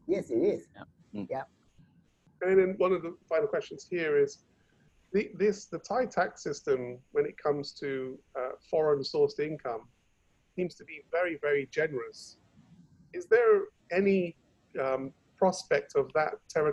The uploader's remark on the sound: Thailand Private Client Virtual Round Table. Webinar audio recording.